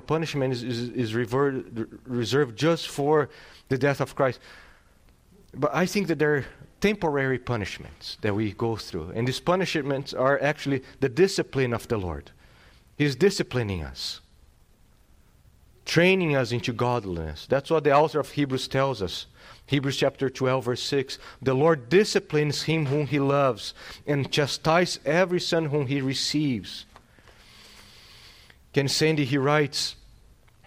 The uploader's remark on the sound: This sermon was delivered on October 16th, 2022. At Salem Reformed Baptist.